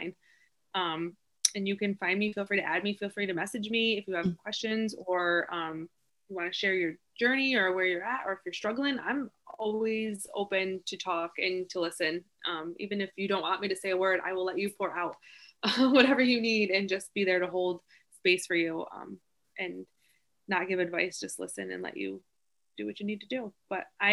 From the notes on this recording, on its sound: Disclaimer: Contains audio from ZOOM. Sit and chat via zoom with a dear friend of mine.